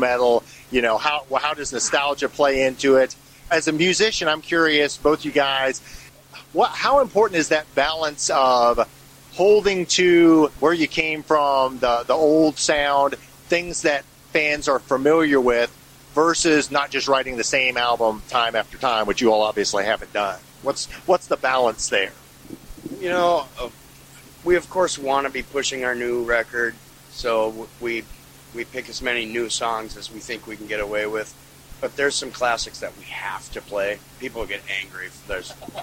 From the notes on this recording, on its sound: interview recorded June 1, 2019, at the Tiger Room in Louisville KY